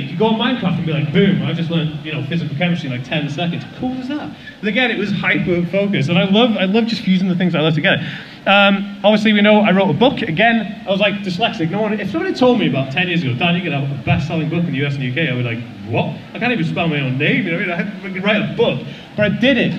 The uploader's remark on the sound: a live talk I did for the Autism Directory